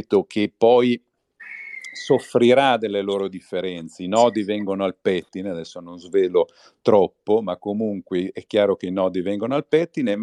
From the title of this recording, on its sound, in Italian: Live su Twitter Spaces